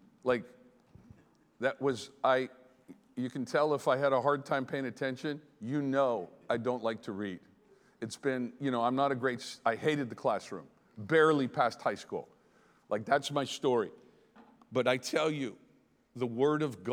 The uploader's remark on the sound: Here is an excerpt from the Behold Conference hosted in Tauranga, New Zealand.